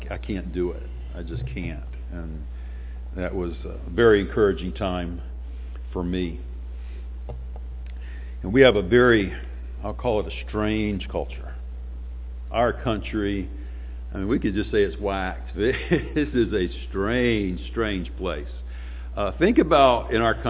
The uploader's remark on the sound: Sunday morning sermon